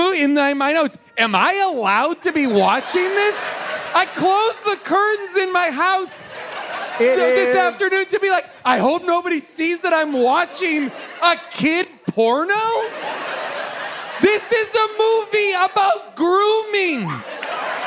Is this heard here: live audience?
yes